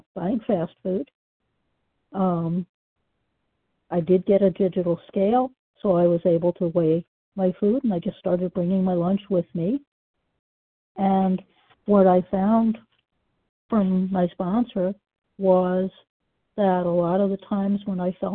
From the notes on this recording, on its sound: the 100 Pounders Phone Meeting